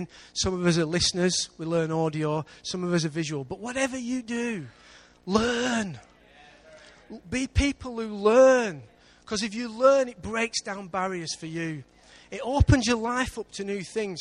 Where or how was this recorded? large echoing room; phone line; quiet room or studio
large echoing room